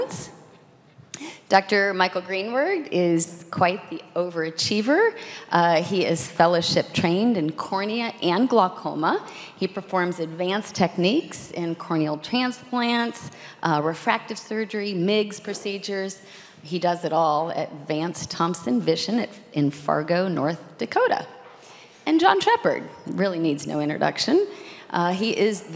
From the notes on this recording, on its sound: This content was captured during a live symposium.